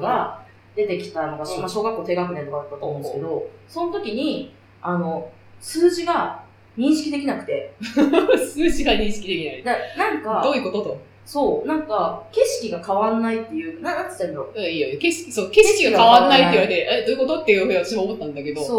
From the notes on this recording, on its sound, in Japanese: 今回ちょっと音質が悪いです